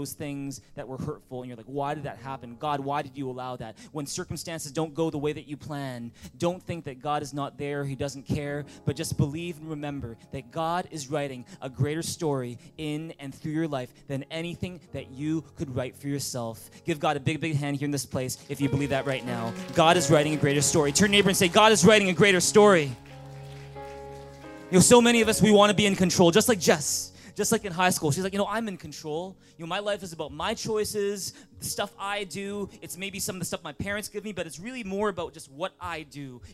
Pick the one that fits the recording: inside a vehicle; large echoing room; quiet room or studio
large echoing room